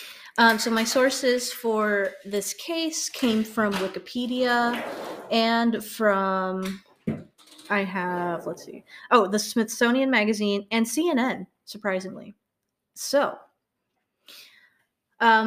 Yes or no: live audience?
no